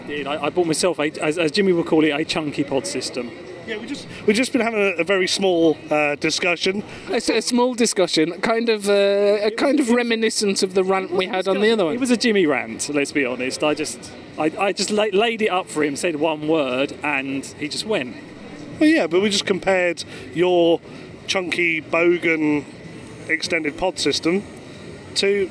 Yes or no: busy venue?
yes